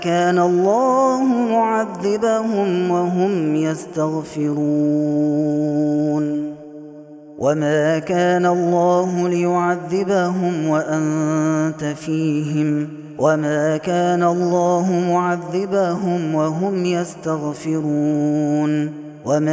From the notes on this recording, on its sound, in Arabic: هذا التسجيل من صلاة التراويح